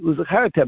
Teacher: However, uzchartem isam, no one says it S. So after the U sound, it's not a normal thing to say an S. It's normal to say a Z.